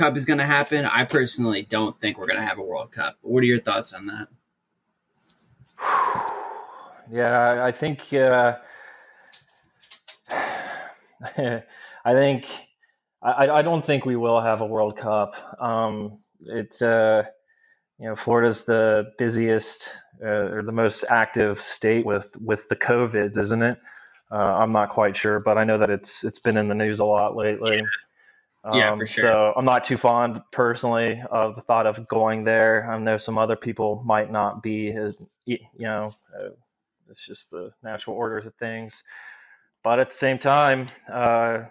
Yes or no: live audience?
no